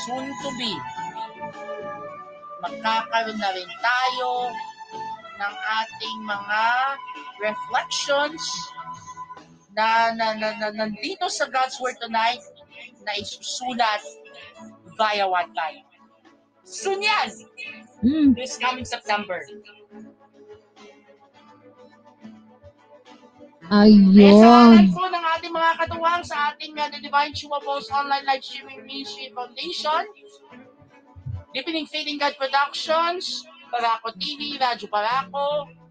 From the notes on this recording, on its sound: Recorded via StreamYard